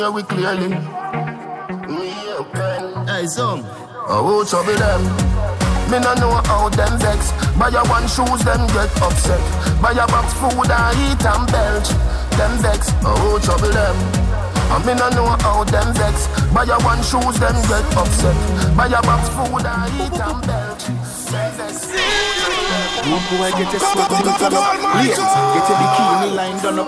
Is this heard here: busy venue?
yes